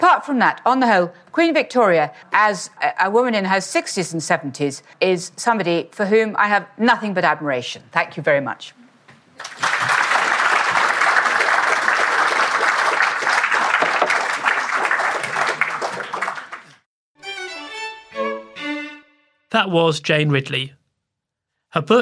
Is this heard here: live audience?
yes